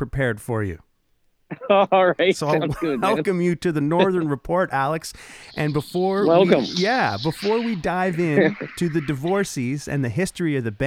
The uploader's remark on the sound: On the phone.